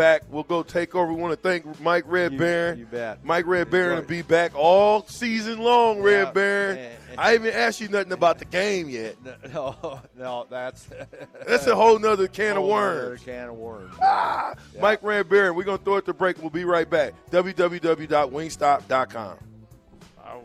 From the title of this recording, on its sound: LIVE at Wingstop